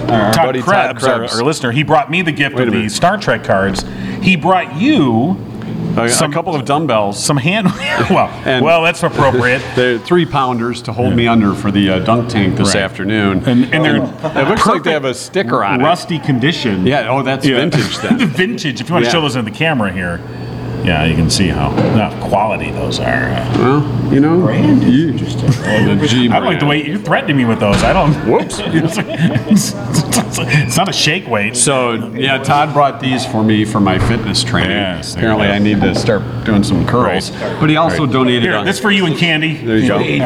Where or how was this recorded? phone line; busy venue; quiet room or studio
busy venue